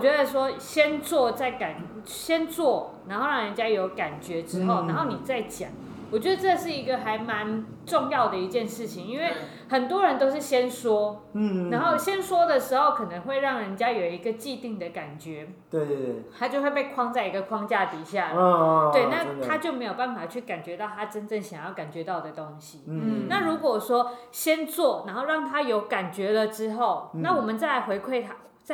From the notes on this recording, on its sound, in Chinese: 錄音地點｜ 藍色咖啡館 108台北市萬華區大理街131號。